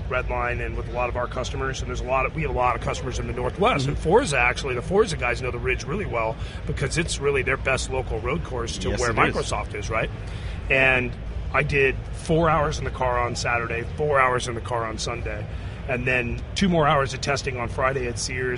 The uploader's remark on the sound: SEMA 2016. Live from the SEMA show floor.